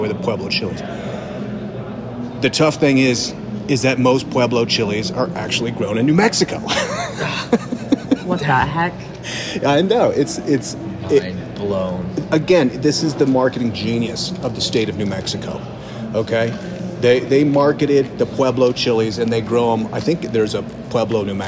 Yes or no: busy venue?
yes